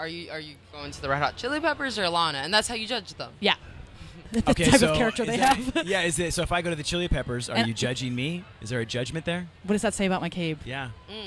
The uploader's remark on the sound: The Mix is live backstage at Lollapalooza 2023!